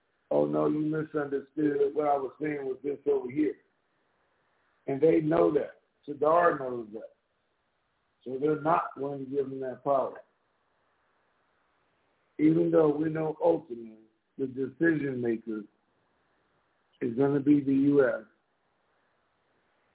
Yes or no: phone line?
yes